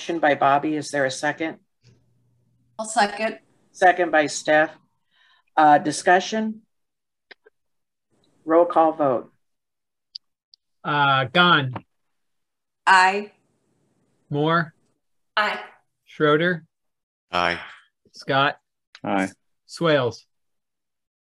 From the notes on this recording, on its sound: University Heights City Council Meeting of September 13, 2022 was held on Zoom.